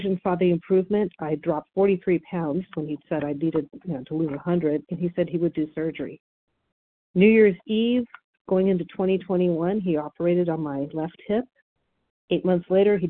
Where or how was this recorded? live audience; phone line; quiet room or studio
phone line